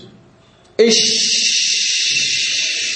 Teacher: فإنك إذا وقفت عليه وجدت صوت الشين جاريا تمده إن شئت · Term: رخوا